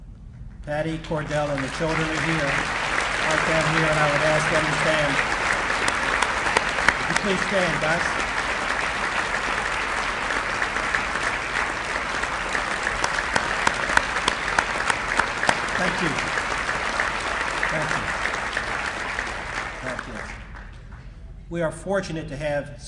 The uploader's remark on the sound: recorded at the Waterside Marriott on February 4, 2011